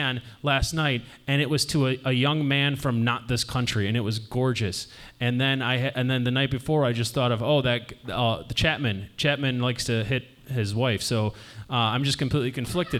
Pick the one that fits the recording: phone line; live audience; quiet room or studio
live audience